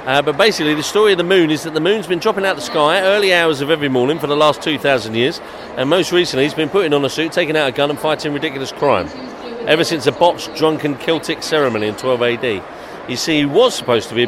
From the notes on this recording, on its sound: Visit Belfast Film and Comic Con. We have clips from the event.